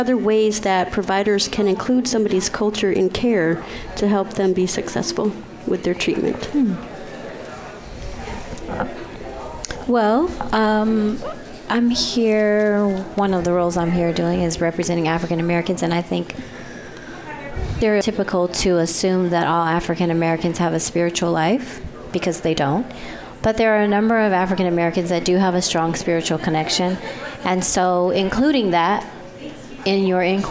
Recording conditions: busy venue